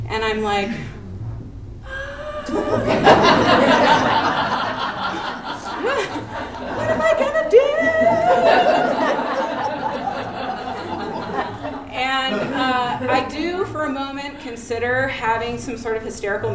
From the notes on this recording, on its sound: Urban Tellers is a live storytelling series in Portland, OR. Recorded live at Hipbone Studio.